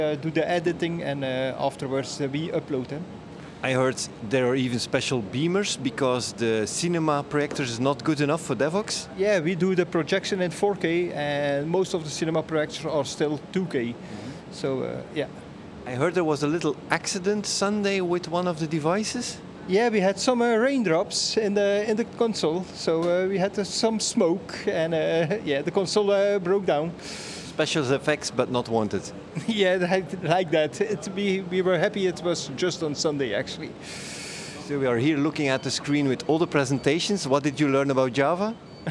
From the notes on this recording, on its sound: Report of Devoxx '23 in Belgium. Over 3000 Java developers, speakers, and enthusiasts gathered to share their knowledge and learn from each other. I got the opportunity to walk around with a microphone and talk to visitors and speakers. There were just too many people and too many exciting sessions happening simultaneously.